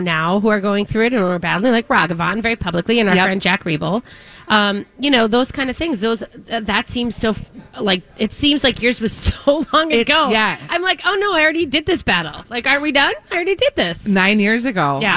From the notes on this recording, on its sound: broadcasting live at Southern Lights